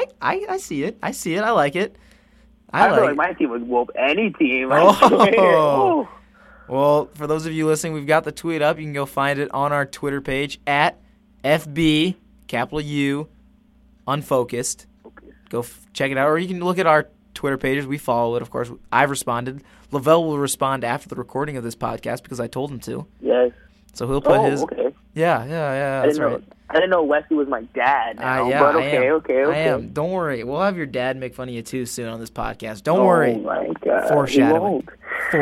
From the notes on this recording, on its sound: Over the phone. In the studio.